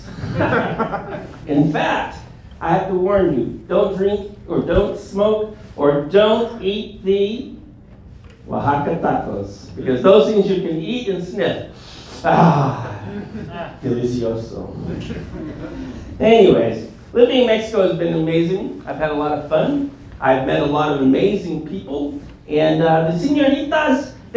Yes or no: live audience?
yes